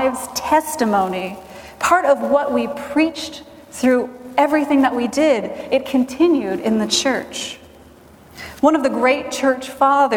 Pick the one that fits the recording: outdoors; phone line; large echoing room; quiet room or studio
large echoing room